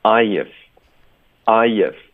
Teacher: 那我们这个结尾的 v 的音呢，在这个情况我们也会把它轻化，那这个浊音 v 我们把它轻化成 f 的音呢